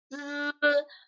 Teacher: 实际是上牙与下牙中间这个缝儿的位置平舌音